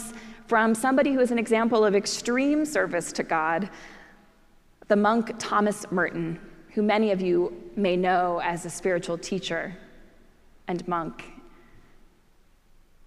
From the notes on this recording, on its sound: preached at our celebration of the Holy Eucharist on the Fifteenth Sunday after Pentecost.